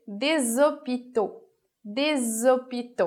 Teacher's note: Mas quando ele vai juntar com a outra palavra, quando ele vai fazer a ligação, a liaison, vai produzir esse som de Z a mais.